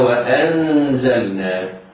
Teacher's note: نون ساكنة بعدها زي في كلمة واحدة حكمها الإخفاء الحقيقي